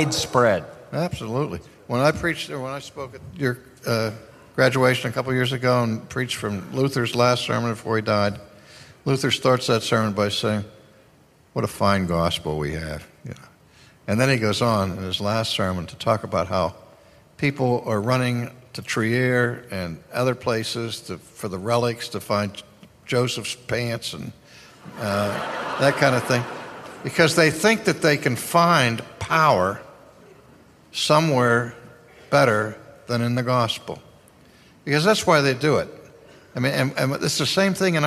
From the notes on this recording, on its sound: This Q&A session is from a conference in 2010 called “ Christless Christianity: 2010 West Coast Conference.”